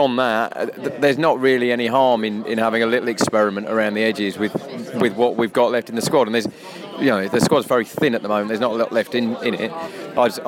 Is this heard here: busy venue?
yes